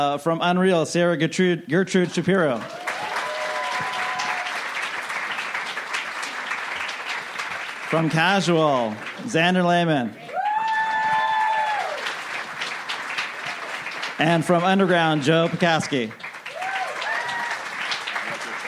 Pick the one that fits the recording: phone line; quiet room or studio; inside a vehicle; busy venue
busy venue